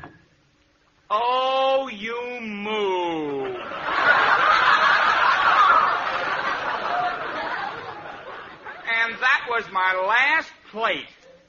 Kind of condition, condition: setting, live audience